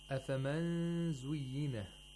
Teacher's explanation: And at the same time, you have to make a nasal sound for two vowel counts. We make the articulator, the tongue, get close to the place of articulation of Za without touching it. · Term: Ikhfa